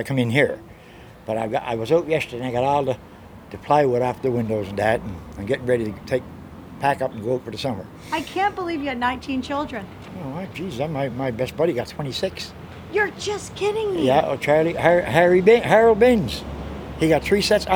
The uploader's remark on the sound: Sydney, Cape Breton. Takes us for a stroll down Charlotte Street.